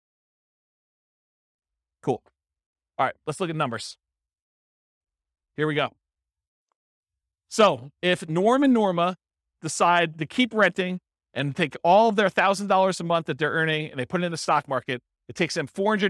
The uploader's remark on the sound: This was a live class recorded